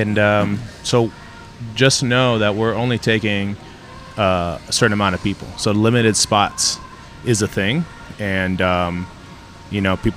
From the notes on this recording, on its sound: LIVE & UNCUT! Recording directly in Smash Iron Fitness LIVE.